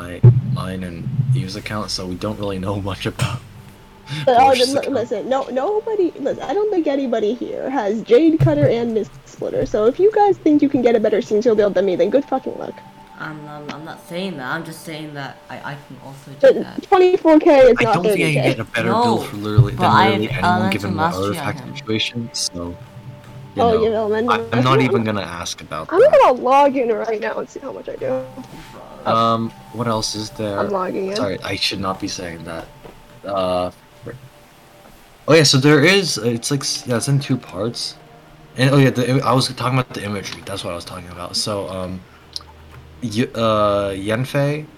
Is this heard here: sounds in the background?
yes